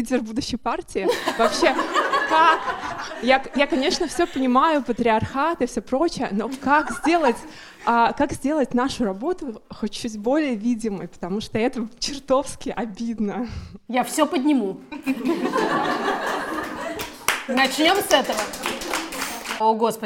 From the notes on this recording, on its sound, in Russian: Этот эпизод — новогодняя елка «Бережно к себе» и первая камерная открытая запись вместе с 30 слушательницами нашего подкаста. Настоящий звонкий смех.